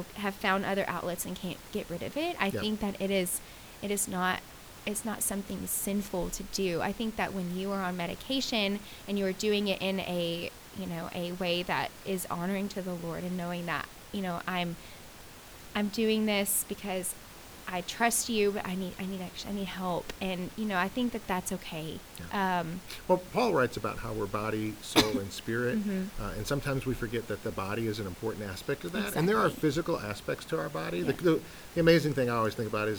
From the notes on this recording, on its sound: Please forgive the underlying static on this recording.